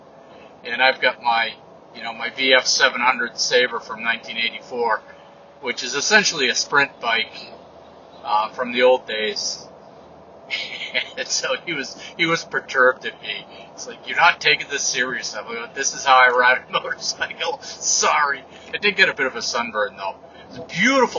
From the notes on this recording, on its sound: an unscripted update from the truck